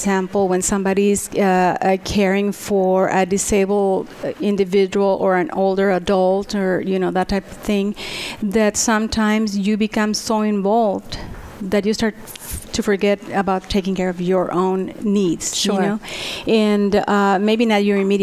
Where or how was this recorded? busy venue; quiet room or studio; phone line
busy venue